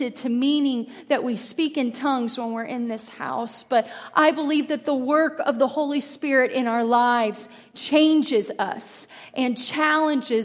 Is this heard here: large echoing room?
yes